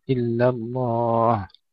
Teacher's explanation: ترقيق اللام في كلمة إلا وتفخيمها في لفظ الجلالة